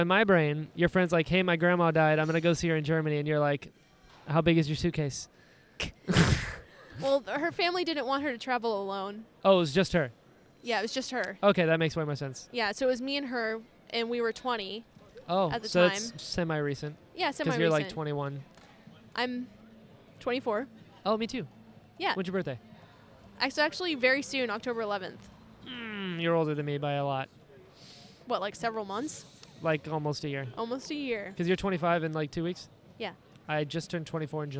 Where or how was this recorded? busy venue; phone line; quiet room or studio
busy venue